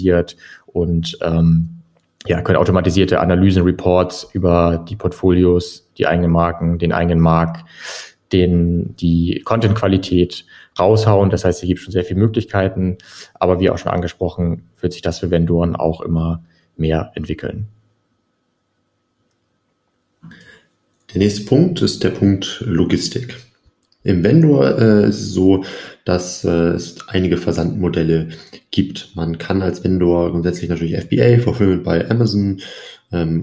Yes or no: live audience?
no